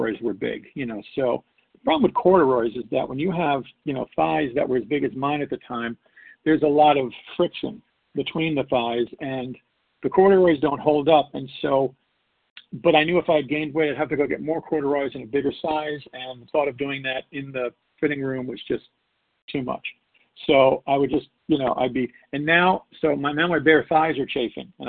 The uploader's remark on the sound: 100 Pounders Phone Meeting on 12/6/20